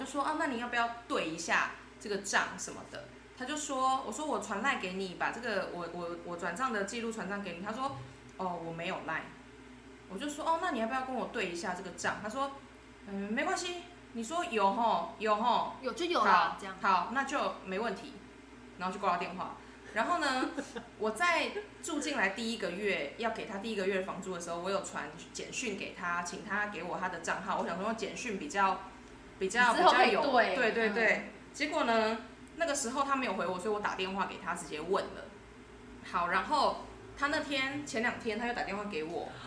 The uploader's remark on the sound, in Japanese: 音量、音質努力改善中